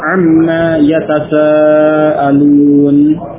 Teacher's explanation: Nah, di situ mimnya dibaca pendek, alif pada ma istifhamiyah dihilangkan.